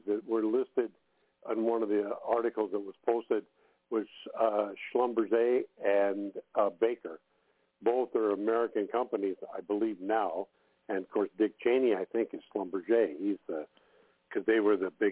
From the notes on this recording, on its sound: TNTSuperfantastic Conference Call